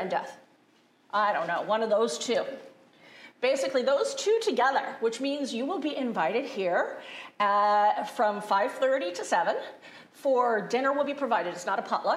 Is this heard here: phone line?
no